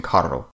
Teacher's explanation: Finally, a double R is trilled, such as in Carro.